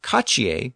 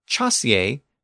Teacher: Cachier was the Norman French version with its hard K sound, and chassier was the standard Old French version with the CH sound.